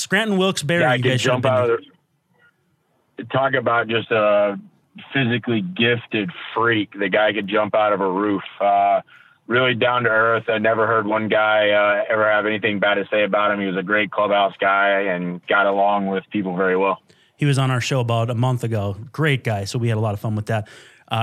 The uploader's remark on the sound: call in!